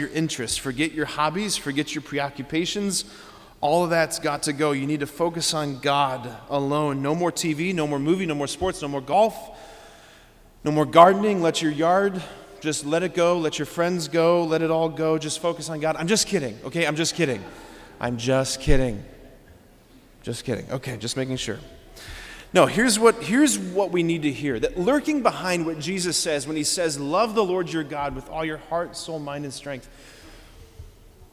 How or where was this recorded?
large echoing room